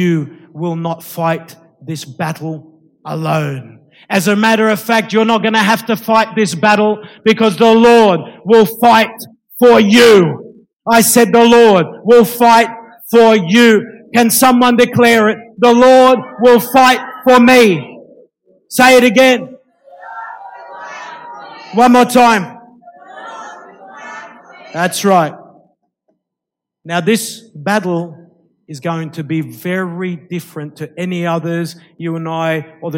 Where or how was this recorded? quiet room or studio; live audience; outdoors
live audience